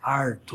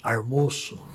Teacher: o famoso R retroflexo, que é típico da área caipira